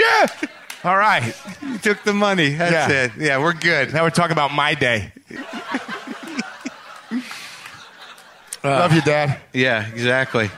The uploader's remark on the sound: Take the stage in front of a live audience in Nashville, Tennessee, as part of The Wild West Comedy Festival.